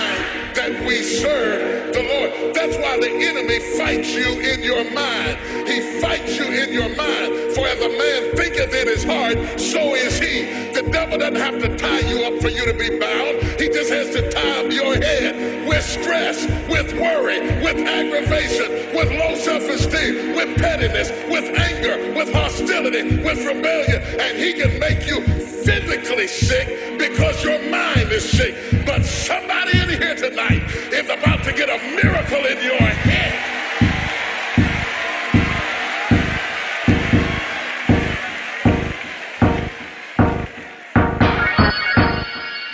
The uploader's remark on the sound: live at the Bounce-a-Holik's brunch at the Blu Grouse, Georgetown, Seattle.